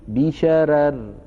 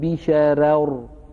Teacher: فإن وقف على كلمة بشرر رقق الراء الثانية مراعاة لترقيق الراء الأولى · Shown in: first take · فيقول بشرر ولا يقول بشرر، حيث هي ثقيلة جدا، يعني لا يكاد الإنسان يستسيغ هذا اللفظ.